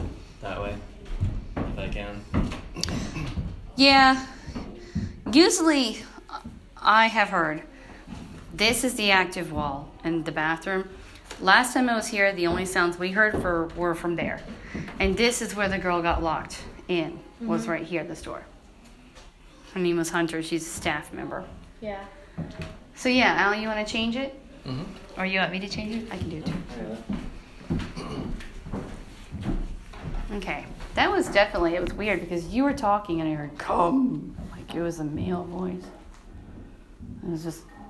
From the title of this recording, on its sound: Snow Hill On Location: locker room & Tunnel Room